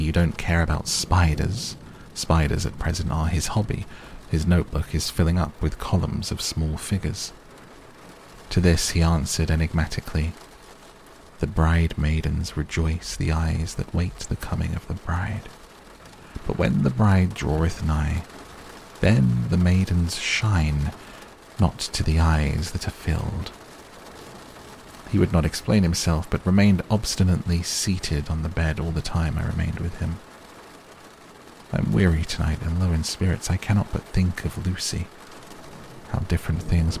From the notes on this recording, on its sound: A softly spoken reading of Dracula by Bram Stoker with relaxing rain sounds in the background to help you sleep.